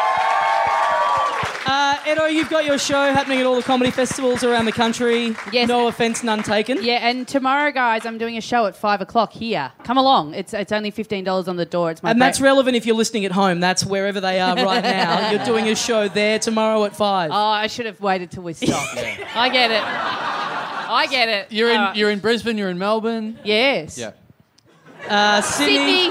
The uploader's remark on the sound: Recorded LIVE in Adelaide at the Rhino Room on March 3, 2017.